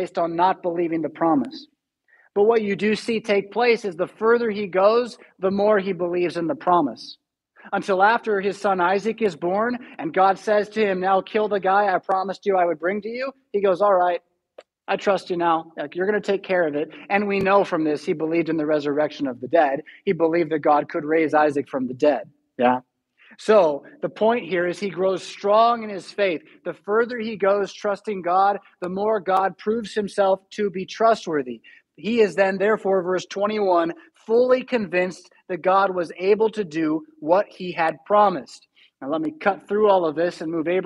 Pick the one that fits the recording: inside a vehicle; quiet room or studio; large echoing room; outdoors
large echoing room